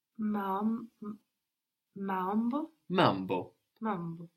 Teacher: So to make the plural, Mambo, mambo. mambo, Those two A's become one A and we get mambo.